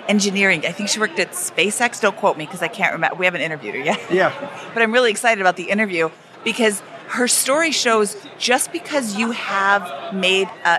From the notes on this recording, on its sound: (live from Podcast Movement). Today we head to sunny Orlando, the home of Podcast Movement (the nation's biggest podcasting conference), and catch up with some top financial podcasters at the FinCon booth in the expo hall (they were nice enough to set up a podcasting booth for shows to use!).